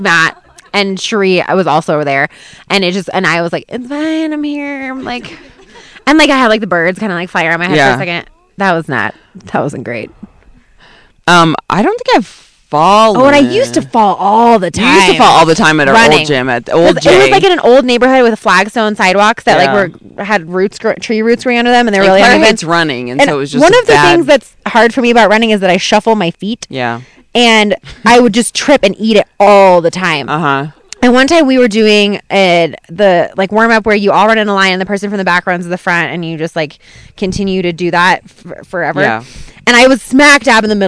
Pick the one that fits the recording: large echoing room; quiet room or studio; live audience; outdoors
outdoors